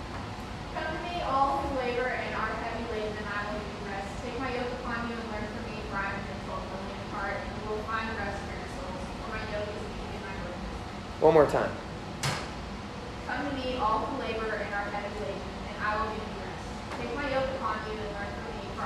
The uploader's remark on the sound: Delivered at Old Drum Coffeehouse on 1/27/21